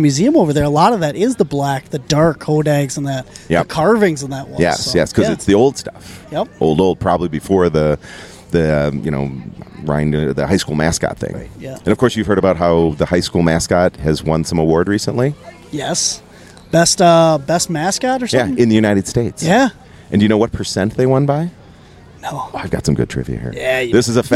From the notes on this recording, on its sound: Coming to you from the Hodag Hermitage Festival in Rhinelander Wisconsin